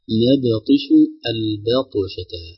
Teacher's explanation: نرقق النون والباء في نبطش